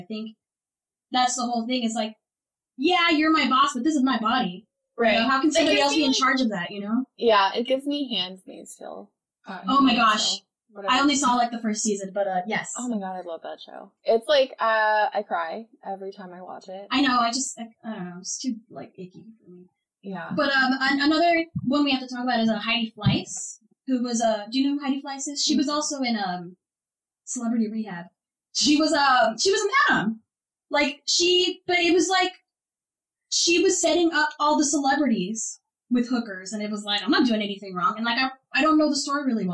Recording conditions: poor sound quality